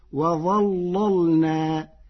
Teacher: ثم اتخذتم، قرأ ورش كلمة اتخذتم بإدغام الذال في التاء فتصير ثم اتخذتم، والإدغام والإظهار لغتان عند العرب. وظللنا، قرأ ورش كلمة وظللنا بتغليظ اللام الأولى فتصير وظللنا لمناسبة الضاء المفخمة.